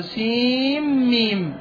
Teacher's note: ميم بعد حرف المد الذي هو الياء ميم مشددة أدخلت النون الساكنة في الميم · Term: إدغام